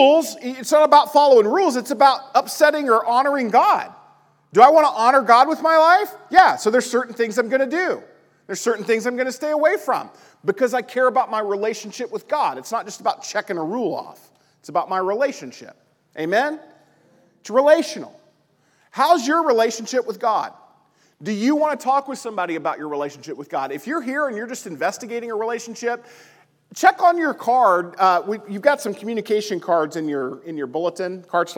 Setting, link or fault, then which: setting, large echoing room